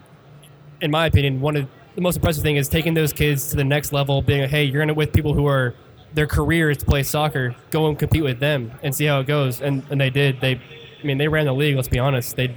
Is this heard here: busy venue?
yes